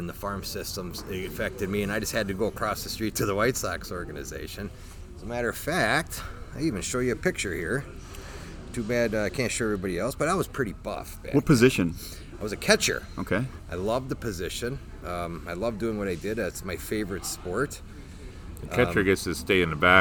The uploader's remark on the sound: Recorded from one of our Driver Appreciation events. They talked to a number of Roehl teammates.